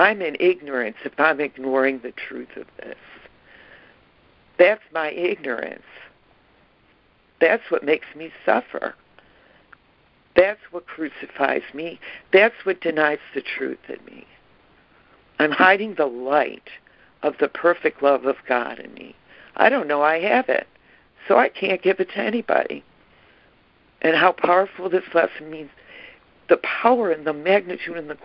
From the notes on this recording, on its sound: ACIM Daily Conference Call